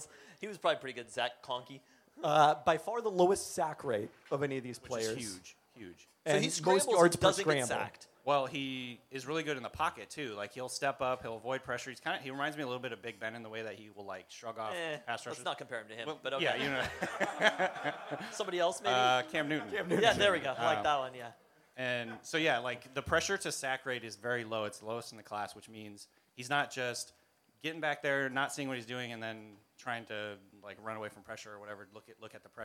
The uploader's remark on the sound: Peltoncast Live Spring 2023. Our live show on April 21 at Belltown Yacht Club.